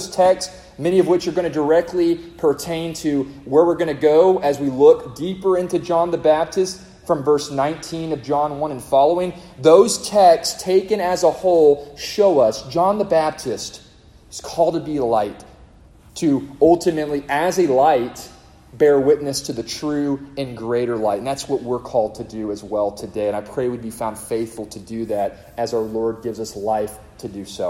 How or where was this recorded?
live audience